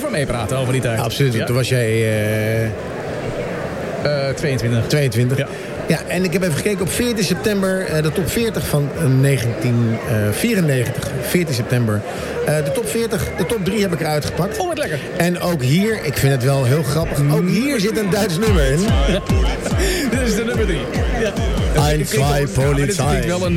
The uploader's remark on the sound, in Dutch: nu live vanuit de bruisende ambiance van de 50PlusBeurs in de Utrechtse Jaarbeurs